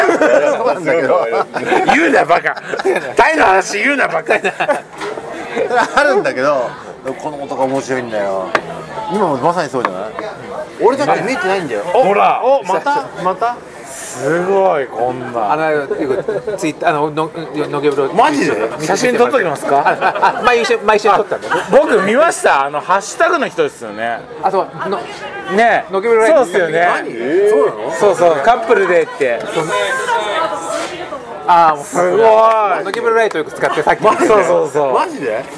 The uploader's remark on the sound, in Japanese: 野毛ツアー現地収録